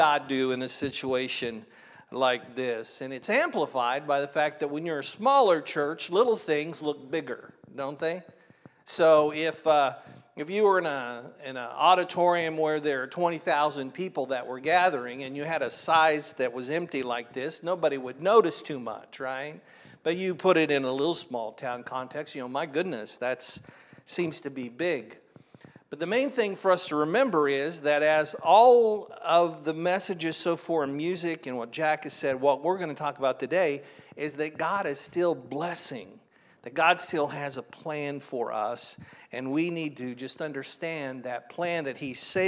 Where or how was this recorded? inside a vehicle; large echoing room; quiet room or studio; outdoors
large echoing room